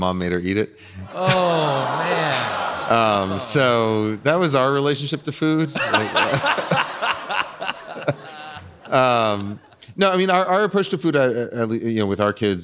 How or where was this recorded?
live audience